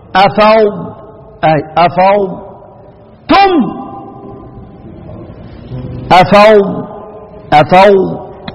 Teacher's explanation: والضاد يخرج من الشدق